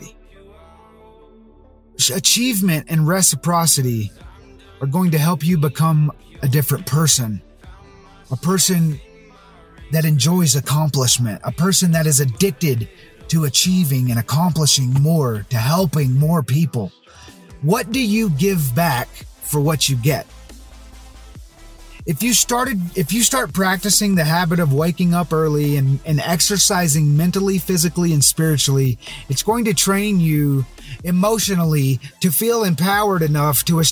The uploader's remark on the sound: Most every episode has been created from my car using Adobe Audition.